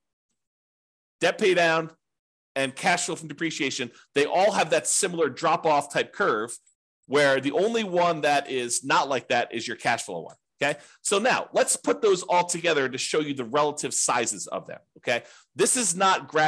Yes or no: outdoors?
no